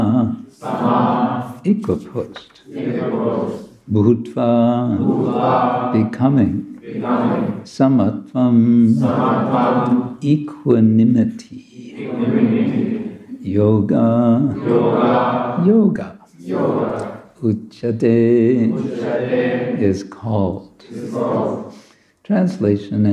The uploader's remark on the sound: Friday evening lecture from ISKCON Zagreb